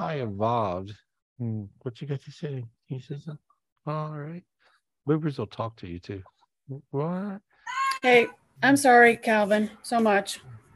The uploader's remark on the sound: This was recorded LIVE on Zoom on October 21st, 2023.